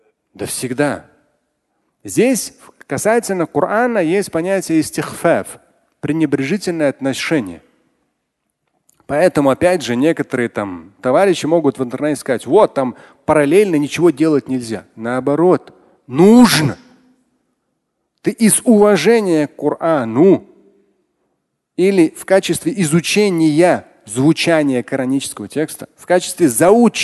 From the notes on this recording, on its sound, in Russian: Фрагмент пятничной лекции. Отвечает на вопросы из зала.